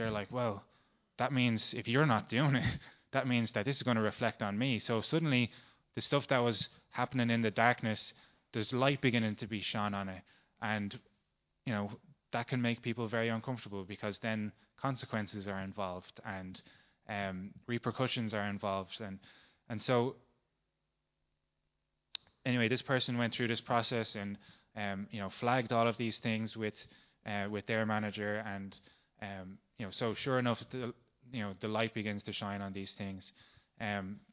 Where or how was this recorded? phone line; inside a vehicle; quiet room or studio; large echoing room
large echoing room